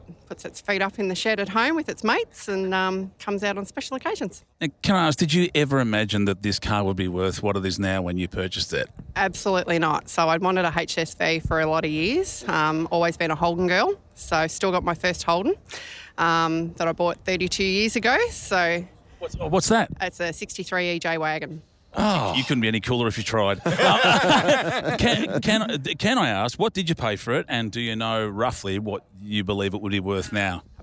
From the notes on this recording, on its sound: Live from Bendix Brakes.